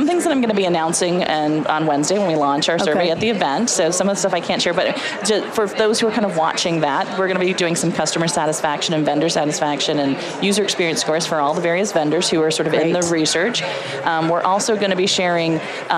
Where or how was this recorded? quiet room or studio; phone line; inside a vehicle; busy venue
busy venue